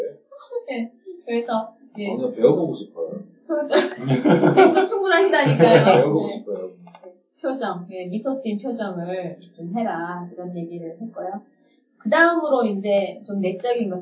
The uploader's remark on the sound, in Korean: (1회부터 3회까지 음질이 고르지 못해 양해부탁드립니다.)